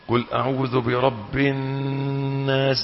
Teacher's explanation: النون المشددة غنة، الغنة مدتها حركتان